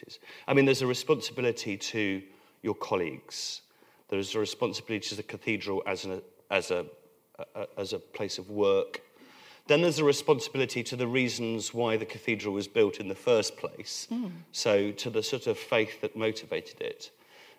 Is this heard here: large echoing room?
yes